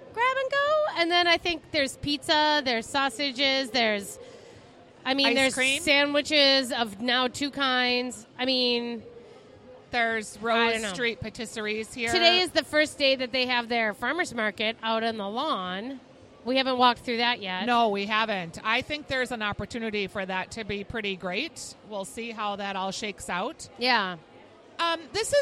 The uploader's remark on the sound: Weekly Dish's "Second Helping" is live from the grand opening of Pimento Kitchen at Keg and Case Market in St Paul.